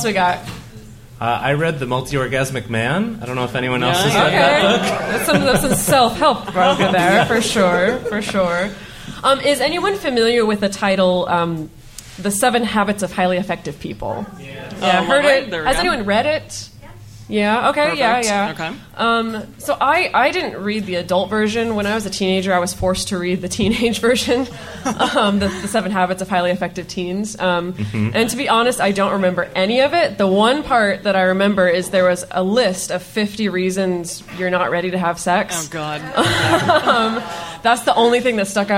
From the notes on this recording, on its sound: This week's episode was recorded during Multiamory's very first stop on their West Coast Tour 2017! Every seat in the house at Octopus Literary Salon in Oakland, California was full.